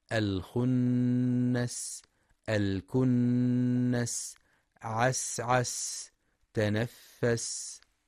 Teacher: وينتبه لهمس السين الساكنة ورخاوتها خاصة عند الوقف عليها